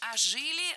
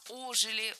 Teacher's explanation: Ударение в этом слове ставим на приставку. · Shown in: second take